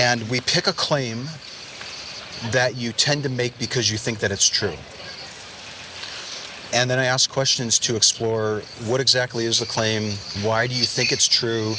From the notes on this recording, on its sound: Location: San Antonio, Texas. Recorded w/Go-Pro.